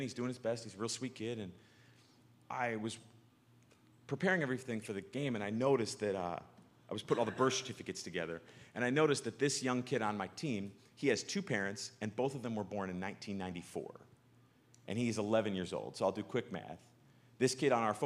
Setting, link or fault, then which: setting, large echoing room